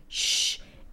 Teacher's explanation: the sh sound is a fricative, so the sound is continuous